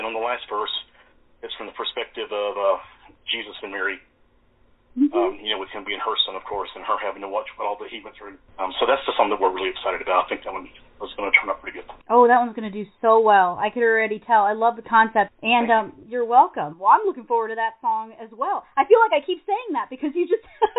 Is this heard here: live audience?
no